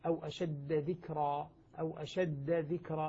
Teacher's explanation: أو المشدد، ولا متثقل يعني مشددا، إذا كان الحرف الأول مشددا لا يدغم بما بعده، مثل قوله تعالى: أو أشد ذكرى، أو أشد ذكرى، الدال مشددة فلا تدغم بالذال التي بعدها · Term: التشديد